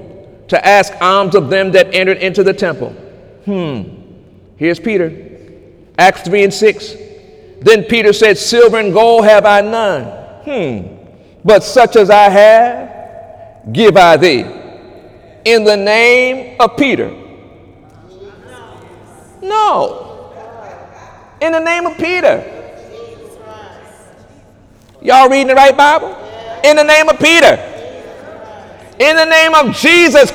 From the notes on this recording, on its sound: During Sunday morning service on June 24, 2018.